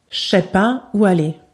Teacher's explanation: D'accord ? On enlève le ne et on fait des élisions informelles · Term: la disparition complète du ne